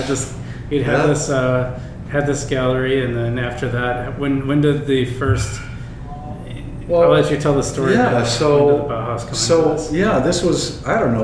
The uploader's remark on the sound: Live at Daly's